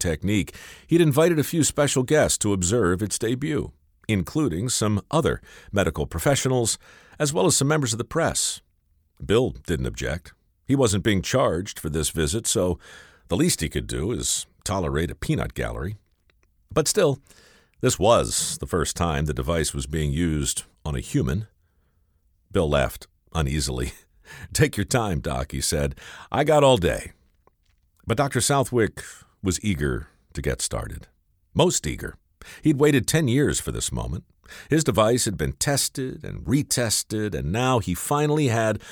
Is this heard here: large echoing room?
no